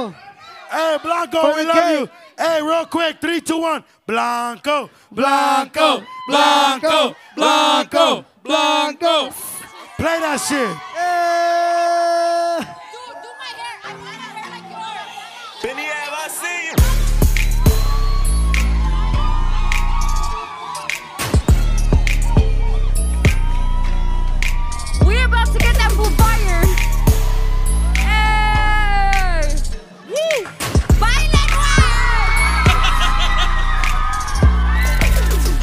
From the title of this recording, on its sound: Pop Up Live Show